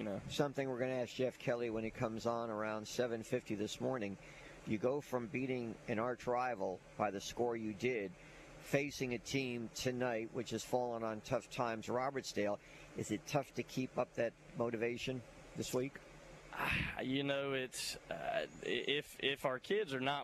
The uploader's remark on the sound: LIVE from the campus of Saraland!